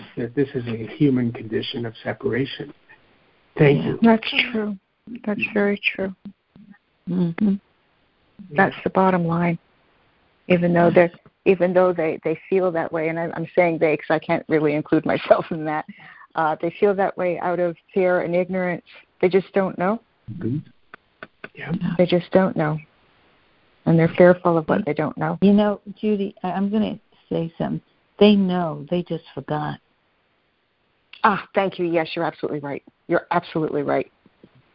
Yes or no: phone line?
yes